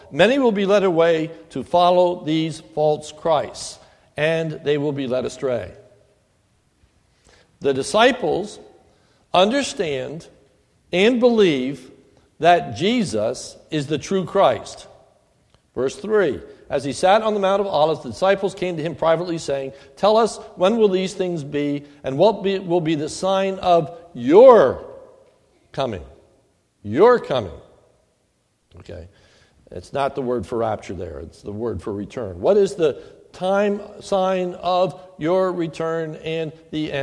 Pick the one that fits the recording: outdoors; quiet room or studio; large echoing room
large echoing room